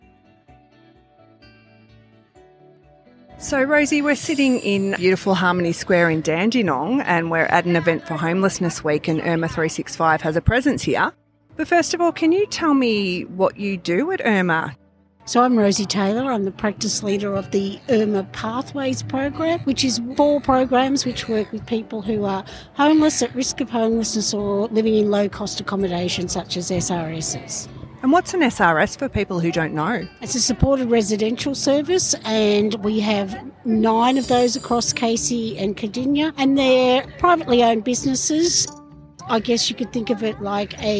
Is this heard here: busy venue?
yes